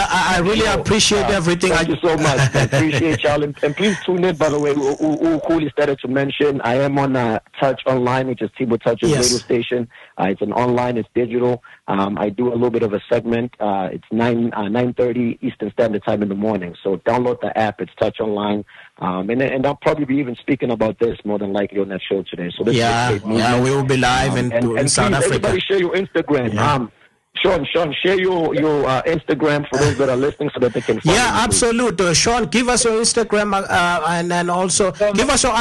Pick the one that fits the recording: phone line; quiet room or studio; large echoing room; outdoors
phone line